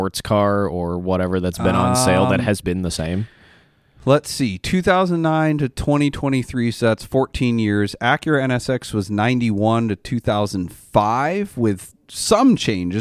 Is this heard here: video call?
no